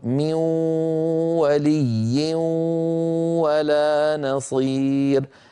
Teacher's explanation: الغنة بقيت، ليس فقط بقيت بل طولت وصارت ممطوطة · Term: الإدغام بغنة